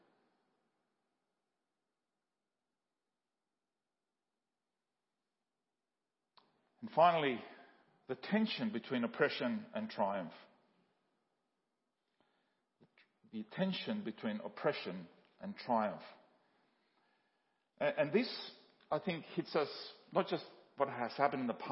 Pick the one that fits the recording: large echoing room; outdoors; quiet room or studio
large echoing room